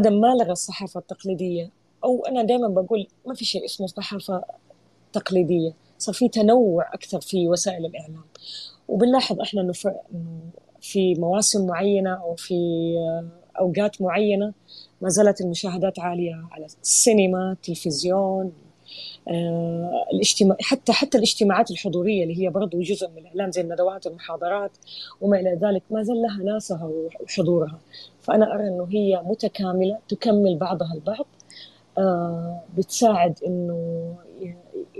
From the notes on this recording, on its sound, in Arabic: تسجيل لمساحة ابن رشد الأسبوعية على منصة تويتر